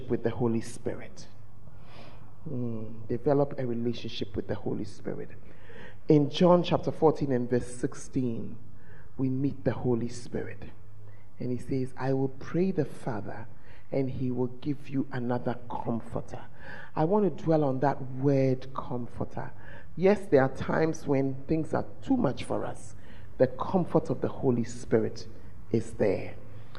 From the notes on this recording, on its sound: at The Fountain of Life Cathedral, Women In Ministry Conference 2023